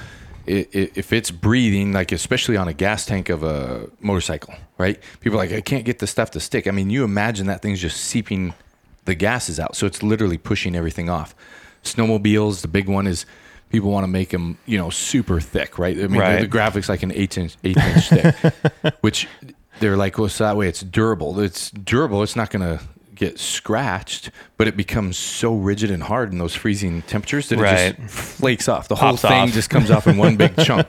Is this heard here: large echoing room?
no